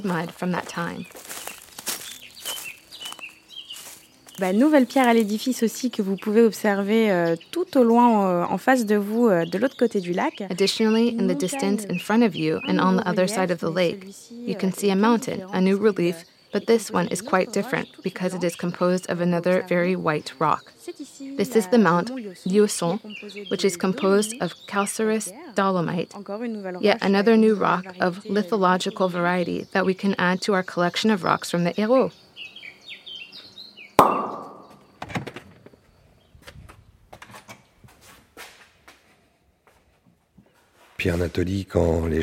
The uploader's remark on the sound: Our sound route takes us to the Bay of Vailhès on the shores of Lac du Salagou (a national heritage site). Now a tourist site, but also protected under its Natura 2000 status, Lac du Salagou is in fact an artificial reservoir originally created to promote agricultural irrigation downstream of the lake.